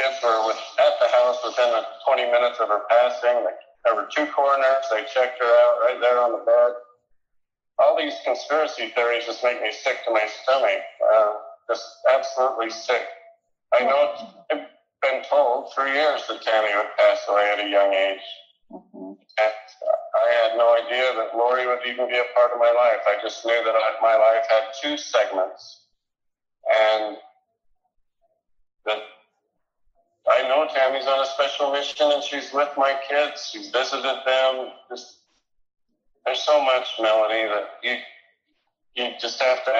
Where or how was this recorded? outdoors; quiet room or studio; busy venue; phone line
phone line